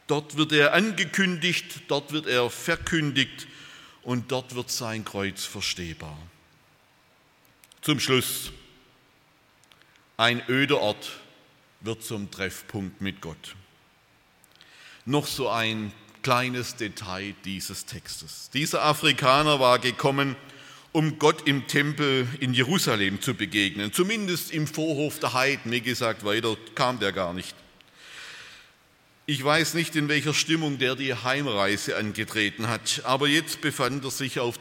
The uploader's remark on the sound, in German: aus dem Gottesdienst der Liebenzeller Mission